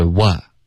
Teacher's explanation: 这个啊的音发成了 war, OK,所以这个嘴巴要张开不要加儿化音是 what,而不是 war, OK.… Hi, you coming here all the time.